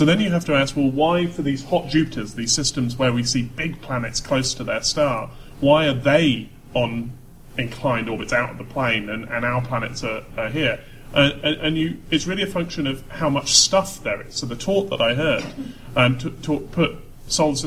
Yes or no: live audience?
yes